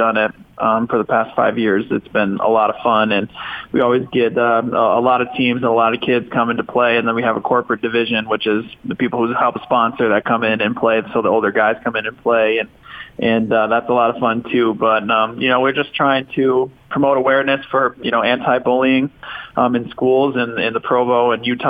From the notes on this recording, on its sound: Called in to the show.